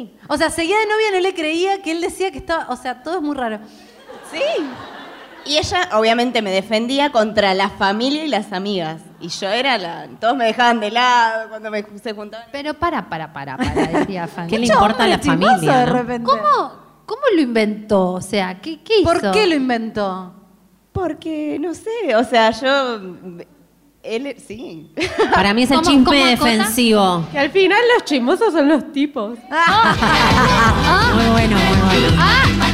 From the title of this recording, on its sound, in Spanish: en vivo en Mar del Plata